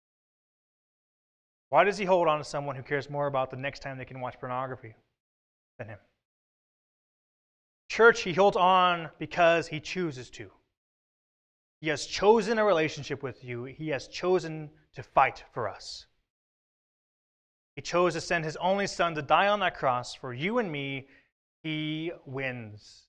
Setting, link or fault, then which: setting, large echoing room